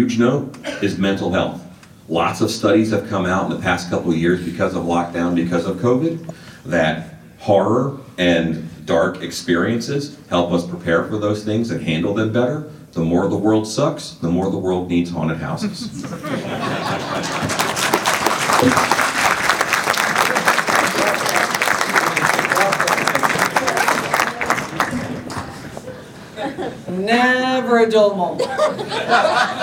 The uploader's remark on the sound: This Q&A session was recorded live at Transworld immediately following the 2022 State of the Industry Presentation. Take questions from the audience.